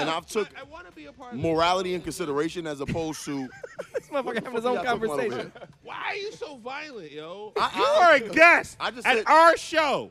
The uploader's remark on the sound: We took the show on the road and recorded at The Orlando Improv. Since we recorded at The Improv, tons of Orlando's best comedians dropped.